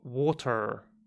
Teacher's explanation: in Cornwall, where I'm from, Cornish accent, people pronounce the R quite strongly, like water, like almost like how a pirate talks, you know.